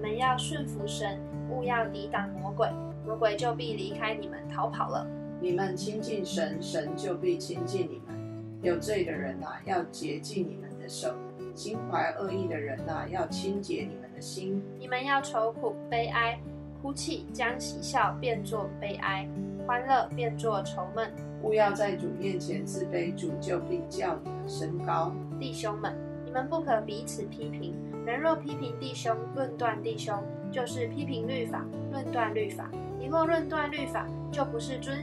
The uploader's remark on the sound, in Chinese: 今天換一個角度錄音，所以錄到許多刷刷刷的聲音，可惡啊！